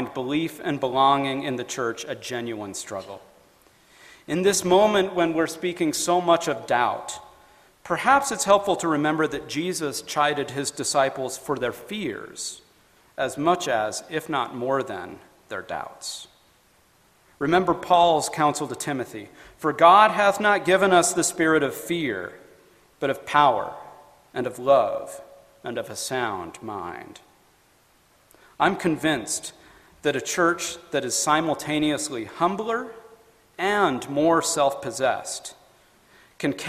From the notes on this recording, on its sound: FAIR Conference Talk